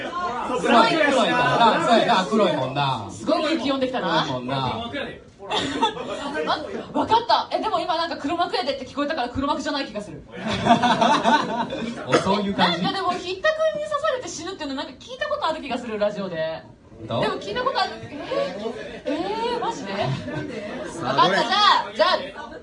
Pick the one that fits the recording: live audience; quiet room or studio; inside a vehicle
live audience